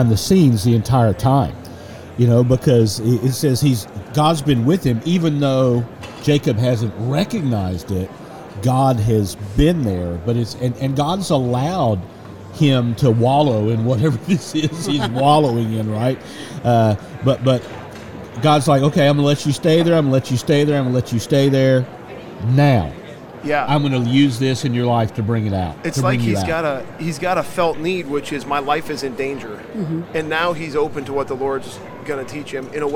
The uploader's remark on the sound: LIVE from NRB 2022!